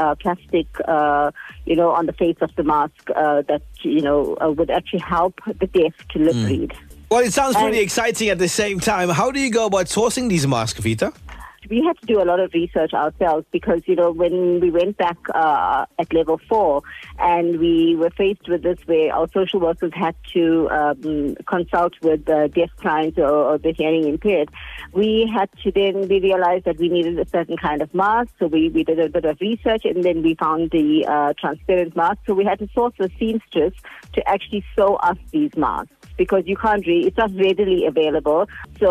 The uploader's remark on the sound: joins me live on the line now